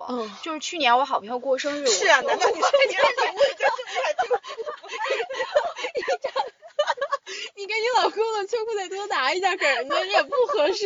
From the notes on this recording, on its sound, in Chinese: 具体场景是：地下车库，车里。录音笔在中间。的羽绒服一直在沙沙作响。